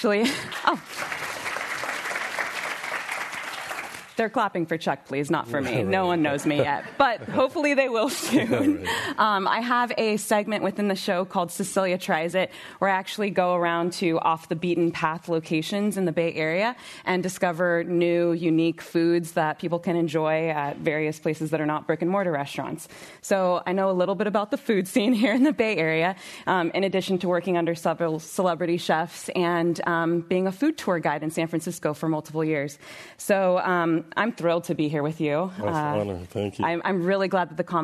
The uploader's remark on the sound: This program was recorded Live in San Francisco on April 21st, 2022 by the Commonwealth Club of California.